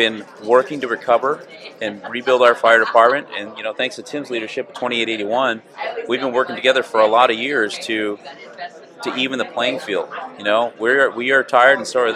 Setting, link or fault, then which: setting, busy venue